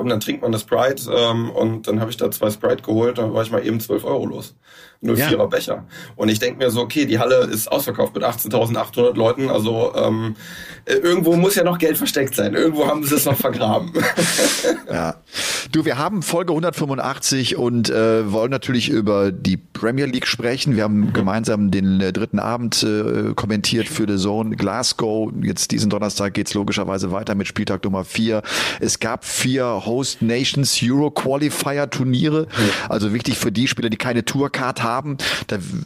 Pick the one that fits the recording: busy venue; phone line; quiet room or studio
quiet room or studio